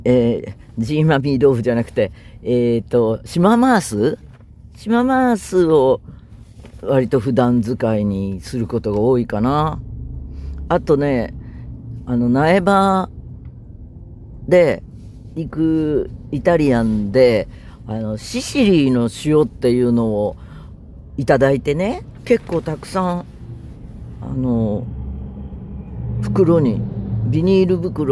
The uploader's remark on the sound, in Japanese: 移動の車の中で喋っていたら、あっというまに現場に到着。